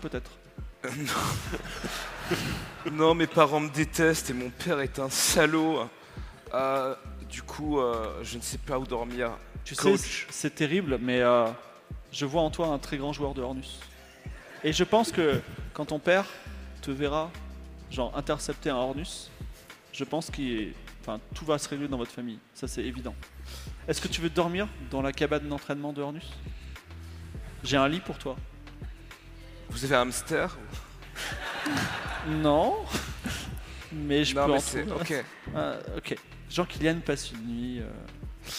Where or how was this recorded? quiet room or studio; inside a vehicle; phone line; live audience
live audience